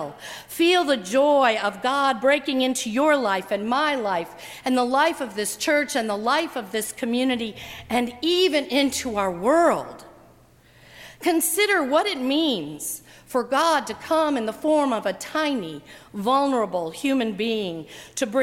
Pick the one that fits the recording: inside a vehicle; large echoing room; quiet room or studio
large echoing room